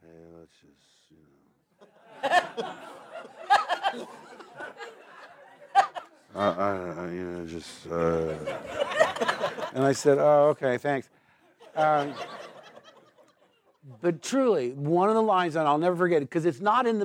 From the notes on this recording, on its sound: recorded this in front of a live audience